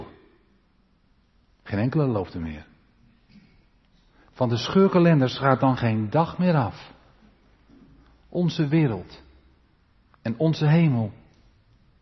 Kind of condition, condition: setting, large echoing room